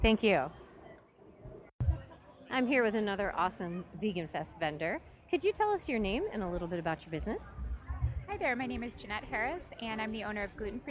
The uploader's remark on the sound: Voices from the Columbus, OH VeganFest! Hear from the organizer and from people who attended--kids included.